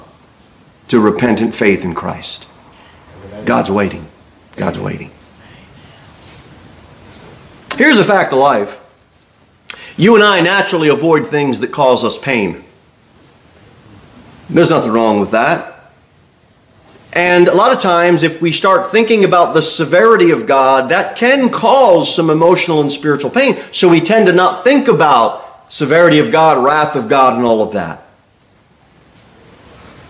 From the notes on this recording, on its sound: Sermon delivered at Pilgrim Baptist Church on Sunday, December 10, 2023, at 11-15 am.